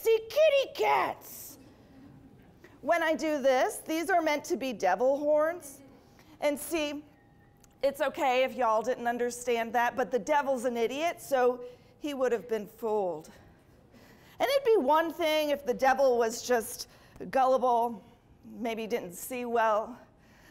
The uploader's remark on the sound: ATL Live was filmed in front of a live studio audience during our annual All The Laughs Festival.